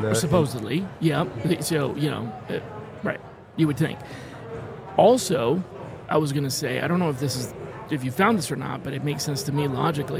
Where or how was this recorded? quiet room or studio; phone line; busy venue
busy venue